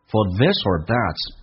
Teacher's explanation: For 弱化成 f 加个儿化音，叫做 for